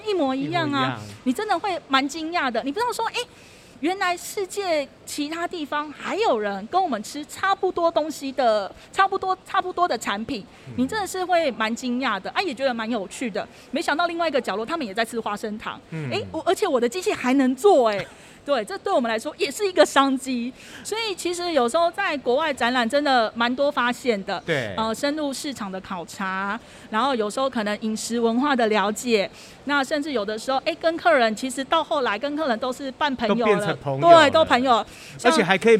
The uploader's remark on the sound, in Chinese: 本集節目搭配2022年台北國際食品系列展(FOOD TAIPEI MEGA SHOWS )之「台北國際包裝工業展(TAIPEI PACK)」、「台北國際食品加工機械展(FOODTECH TAIPEI)」，6月22日-6月25日在南港展覽1館展期間現場錄製